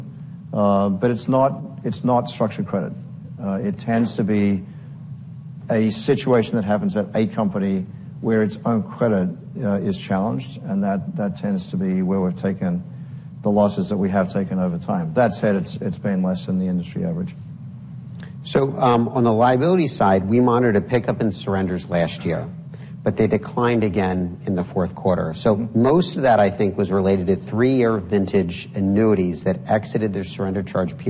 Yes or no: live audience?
yes